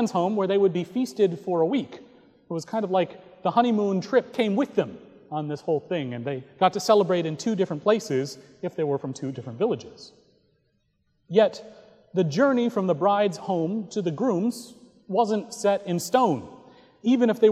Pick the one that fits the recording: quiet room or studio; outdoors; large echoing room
large echoing room